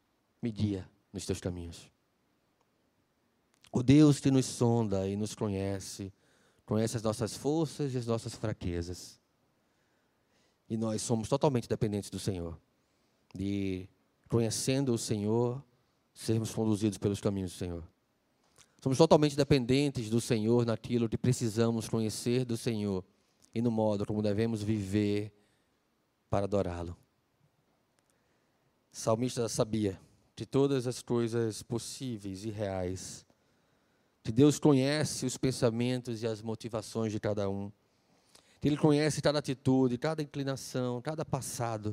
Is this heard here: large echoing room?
yes